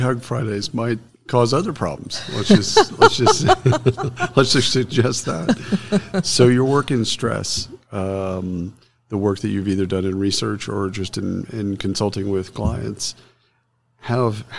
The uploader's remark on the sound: Live from SHRM Talent